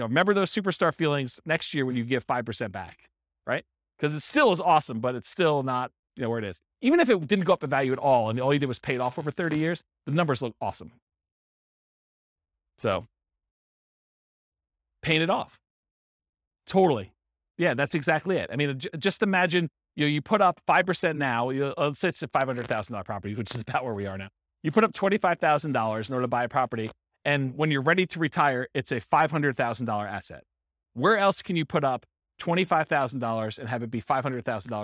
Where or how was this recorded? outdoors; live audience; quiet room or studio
live audience